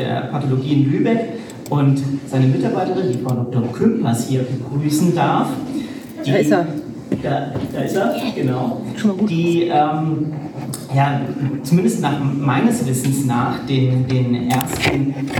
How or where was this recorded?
live audience